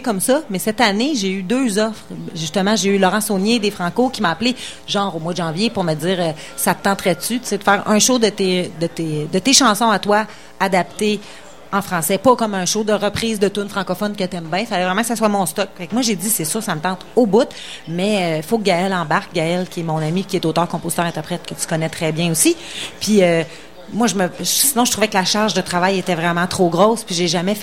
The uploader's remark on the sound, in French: Dans le cadre du Festival d'été de Québec sur les ondes de CKRL 89,1 en direct du bar Le Sacrilège.